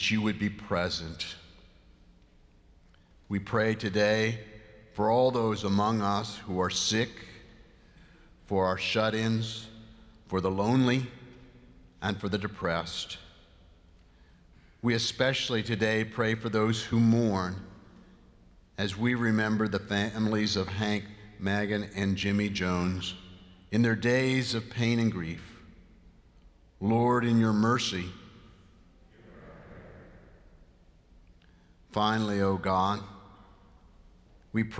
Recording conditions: large echoing room